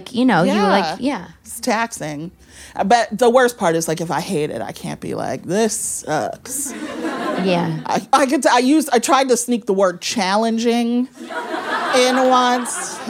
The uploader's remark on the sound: a conversation recorded at Brooklyn's Books Are Magic